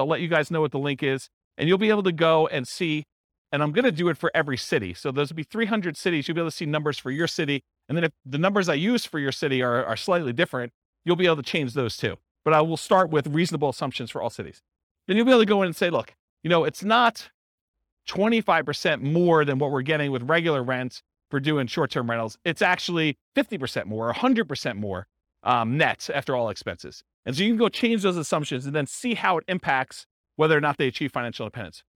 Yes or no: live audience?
yes